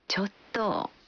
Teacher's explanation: इसकी अंतिम ध्वनि को लंबा खींचते हुए हल्की आवाज में बोलने का भाव है कि आप हिचकते हुए मना कर रहे हैं। तो मना करने के लिए आप बोलेंगे चोट्टो।